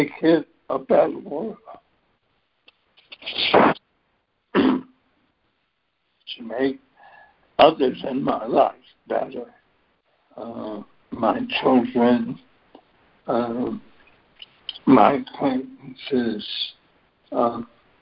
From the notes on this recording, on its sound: ACIM Daily Conference Call.